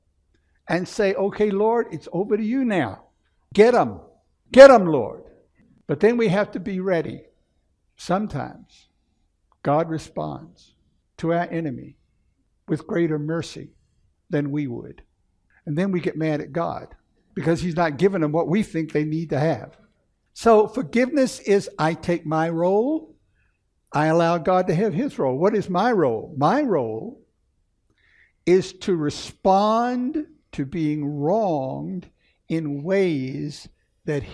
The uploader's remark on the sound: Recorded 3/5/2016 at Camelback Bible Church